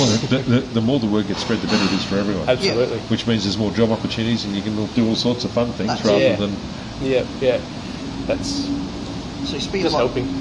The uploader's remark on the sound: In this episode we caught up with owner & head brewer of White Brick Brewing at North Lakes, QLD. The brewery was a little loud, so there's a lot of background noise as well as loads of hiss. Apologies in advance for the poor audio quality.